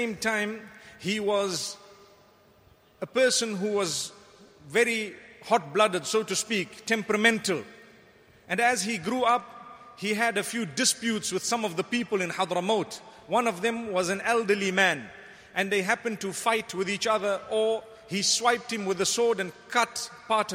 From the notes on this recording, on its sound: Delivered at Tuanku Mizan Zainal Abidin Musjid